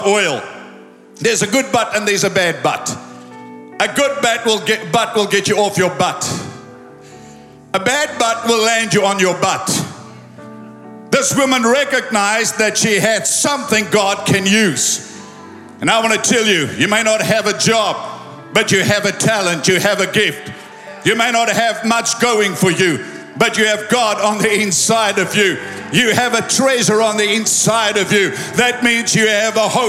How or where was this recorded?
large echoing room